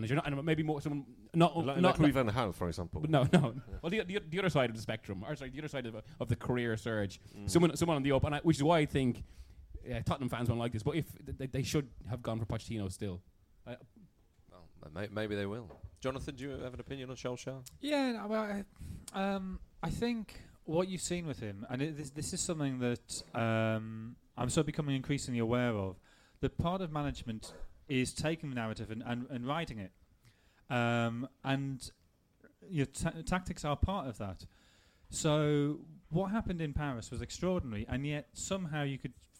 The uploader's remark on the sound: The audio recording from the first half of our event in London on Thursday 21st March.